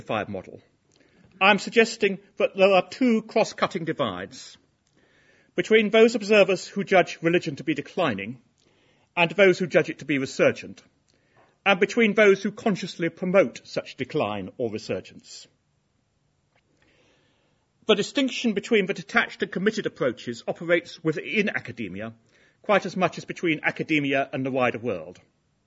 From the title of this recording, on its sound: Inaugural Lecture